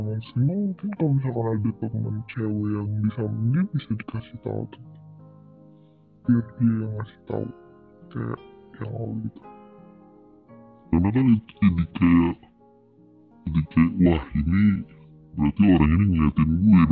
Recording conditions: poor sound quality